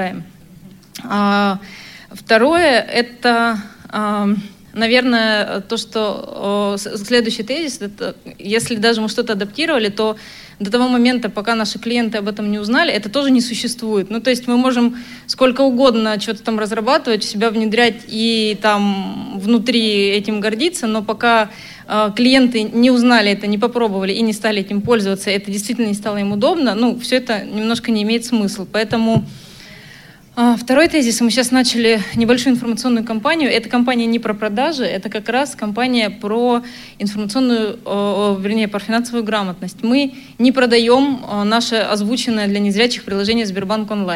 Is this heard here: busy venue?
yes